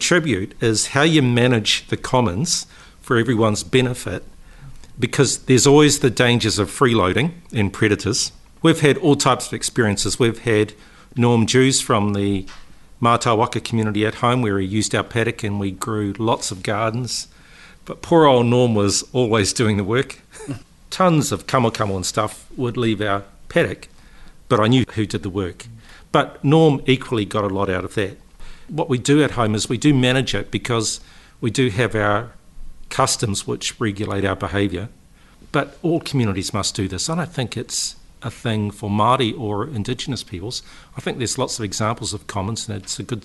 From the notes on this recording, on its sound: Recorded in front of a live audience as part of the Christchurch City Council's Heritage Festival 2021.